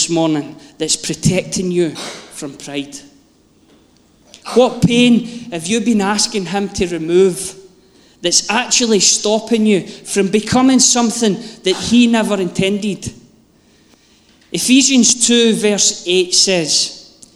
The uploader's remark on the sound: Live from our Sunday gathering on 23.